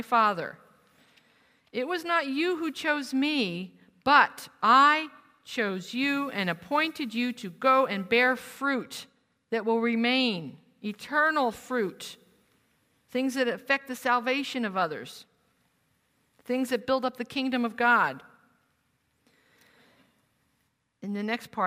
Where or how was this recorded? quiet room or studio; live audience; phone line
live audience